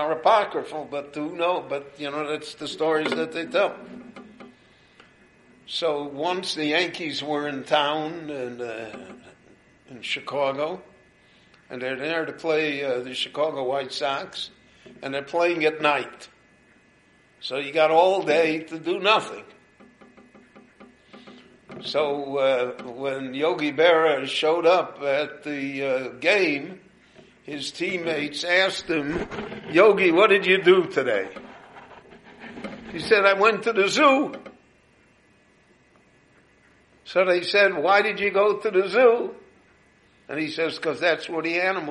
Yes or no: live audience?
yes